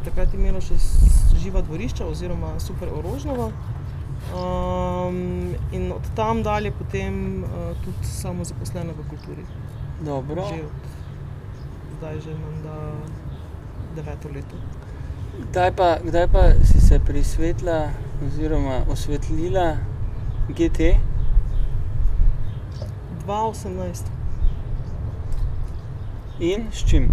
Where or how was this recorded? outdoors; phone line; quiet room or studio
outdoors